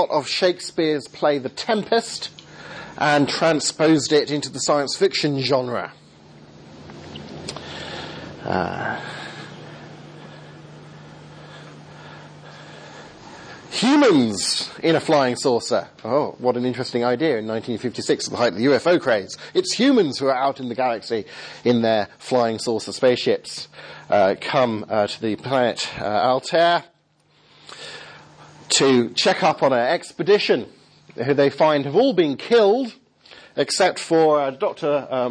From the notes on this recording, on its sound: Second seminar given at the School of Missional Disciple-Making at Above Bar Church, Southampton